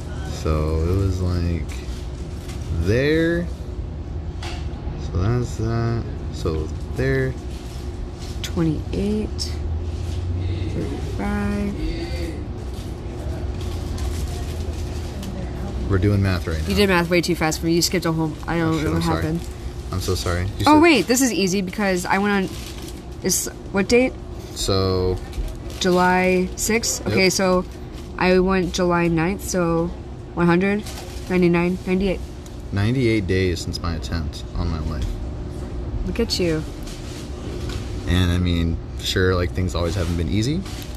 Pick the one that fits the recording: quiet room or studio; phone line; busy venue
busy venue